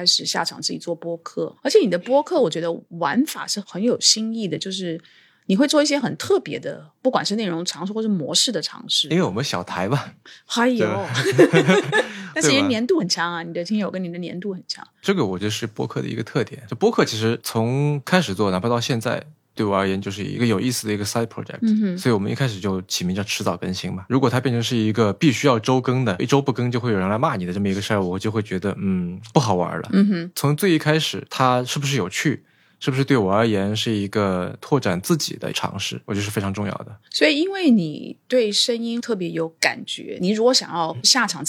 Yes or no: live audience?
no